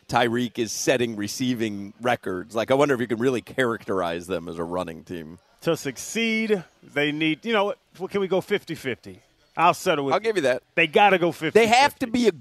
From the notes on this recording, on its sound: joins the show live from Twin Peaks